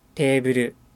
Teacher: 伸ばされた長音の部分で言葉を発するのと同じくらいの時間、とどまっていることがわかると思います